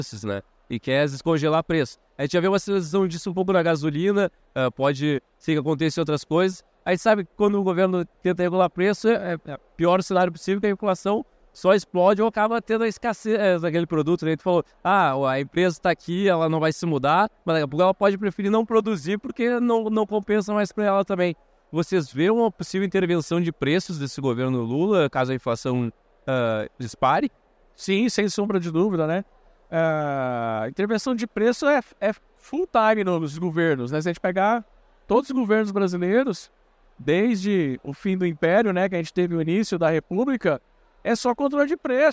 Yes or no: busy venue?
yes